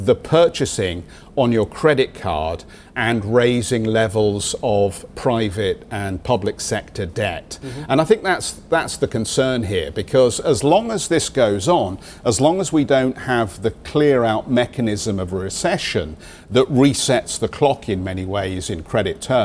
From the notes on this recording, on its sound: we are live in Barcelona at Mobile World Congress